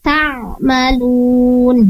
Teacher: Ainnya perlu diperbaiki. Untuk huruf ain sendiri makhrajnya atau tempat keluarnya berada di wasatul halqi. Salamun alaikum udkhulul jannata bima kuntum ta'malun. · Term: ain sukun